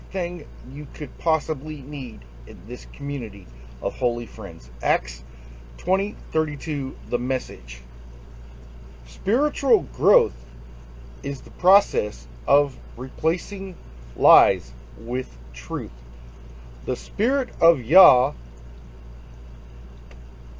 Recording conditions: phone or laptop microphone